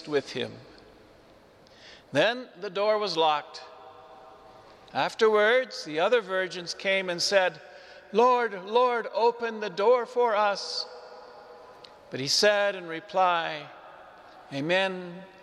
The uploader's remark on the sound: Homily delivered to the Saint Francis Catholic Community, Cuenca, Ecuador